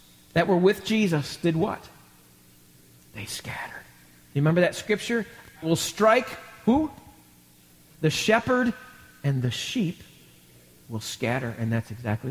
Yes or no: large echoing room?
yes